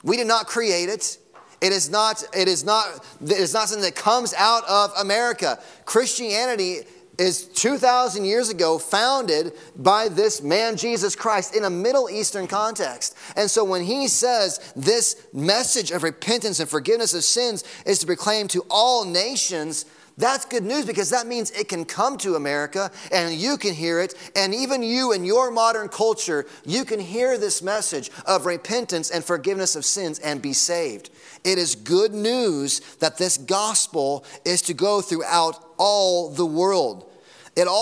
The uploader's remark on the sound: Sunday Morning Sermon Audio